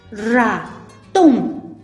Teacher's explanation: Ratón suena más fuerte en la última sílaba. · Term: palabras agudas